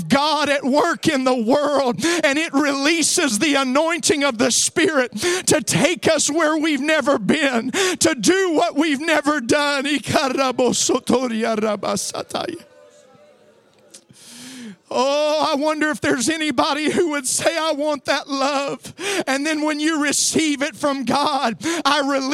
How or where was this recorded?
live audience